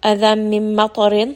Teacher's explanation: طاء is going to be heavy, راء is going to be light.